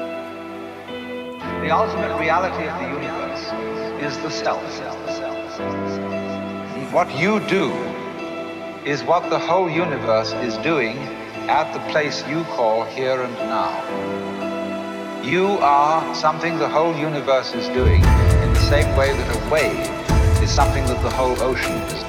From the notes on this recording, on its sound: Here is my live set from Art Basel in Miami at Club 508 on the Friday night.